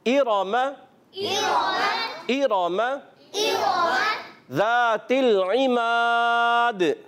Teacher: حمزہ کو واضح کریں گے، را کو پر رکھیں گے